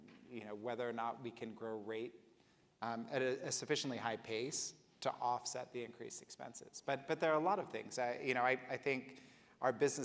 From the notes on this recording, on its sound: One of the most popular sessions held each year at the HUNTER Conference, Wall Street Talks.